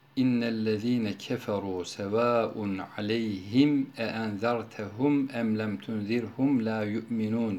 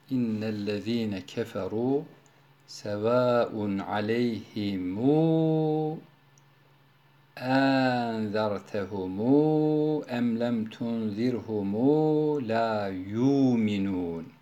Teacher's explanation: Bu ortaya çıkan mette de metti sıla ismi verilir. Hum kelimesinde zamirini humu şeklinde, küm zamirinde kümu şeklinde okumak gerekiyor · Shown in: second take · Nafi kıraatine göre.